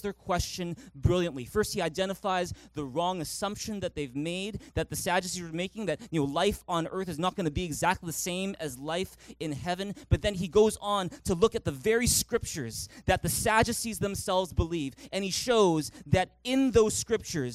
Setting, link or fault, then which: setting, large echoing room